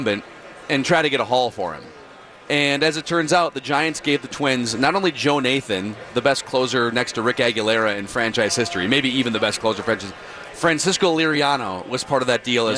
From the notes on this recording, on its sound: live from Radio Row all week